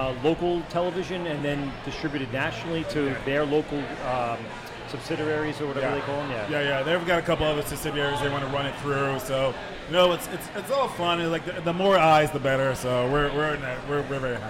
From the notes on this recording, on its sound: LIVE at Fifth Hammer Brewing NYC. It is the boys first brewery live show and first in the NYC area.